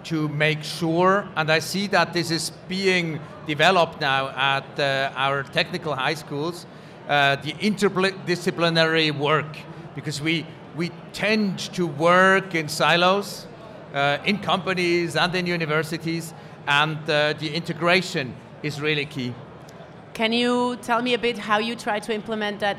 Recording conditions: busy venue